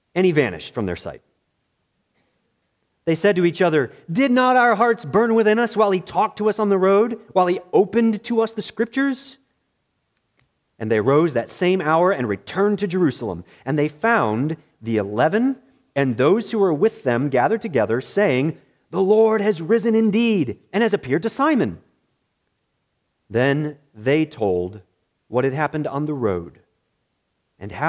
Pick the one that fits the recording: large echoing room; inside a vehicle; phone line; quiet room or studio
large echoing room